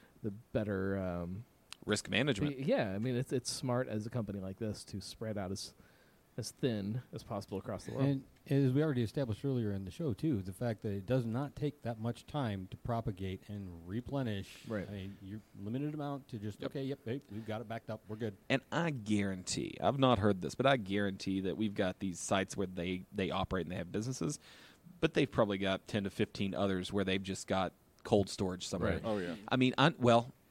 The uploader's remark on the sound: Live from Drinktacular and White Labs